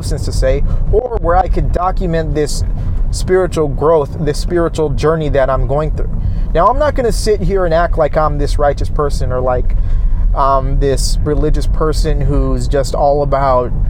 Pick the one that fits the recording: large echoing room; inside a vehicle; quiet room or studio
inside a vehicle